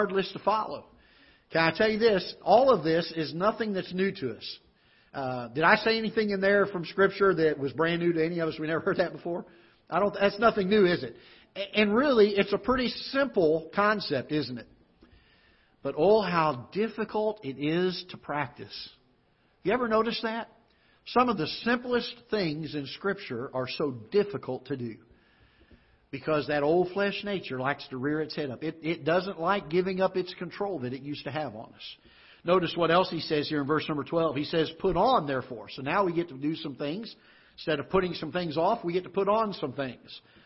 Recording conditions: large echoing room